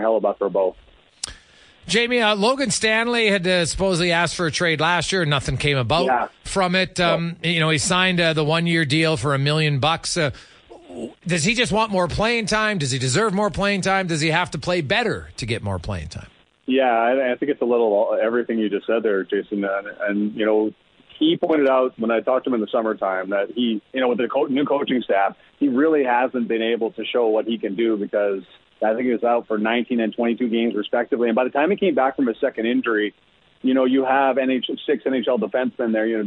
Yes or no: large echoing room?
no